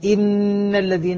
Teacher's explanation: النون المشددة فيها غنة مشبعة